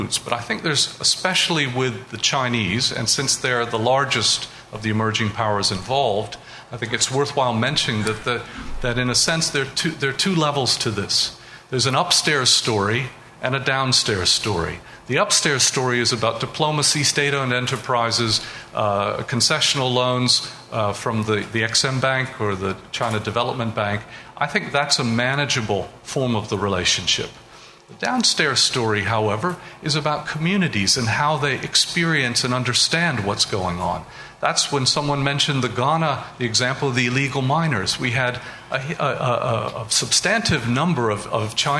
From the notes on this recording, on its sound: An audio recording of the proceedings of the LSE Cape Town Conference 2014.